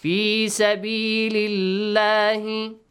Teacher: pronounce the letter lam in the word Allah with an a sound, yes, light sound.